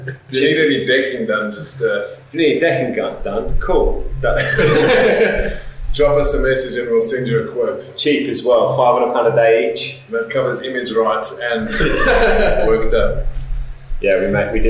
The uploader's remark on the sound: We had some technical difficulties when recording this episode.